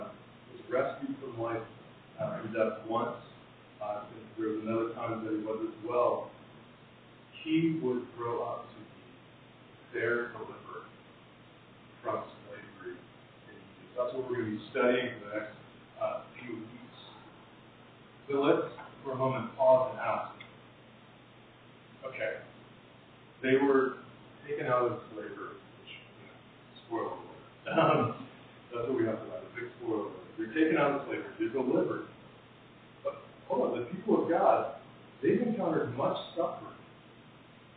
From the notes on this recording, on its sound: Apologies for the poor audio quality!